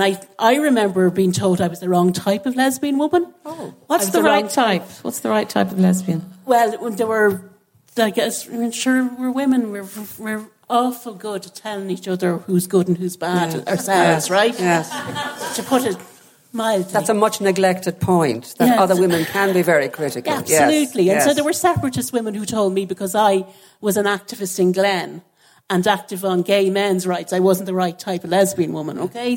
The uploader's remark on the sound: Recorded live from The Oak Room of the Mansion House, as part of our celebrations for International Women’s Day. For this live recording, we teamed up with The National Women’s Council.